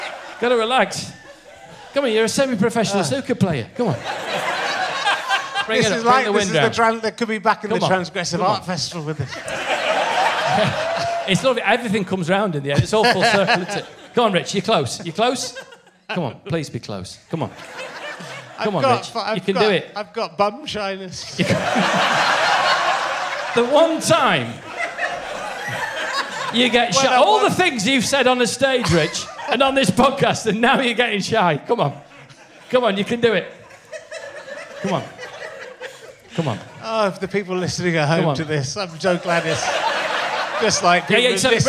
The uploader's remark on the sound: RHLSTP is back at the Long Division Festival in Wakefield for the second week running.